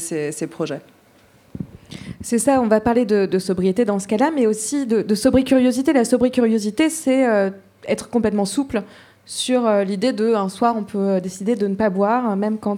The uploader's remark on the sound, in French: Table ronde enregistrée le 18 avril 2023 à La Mercerie, à Marseille